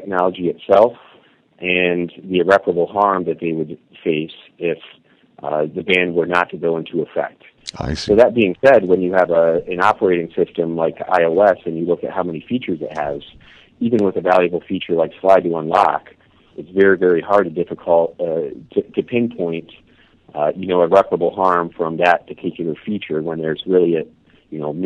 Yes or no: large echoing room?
no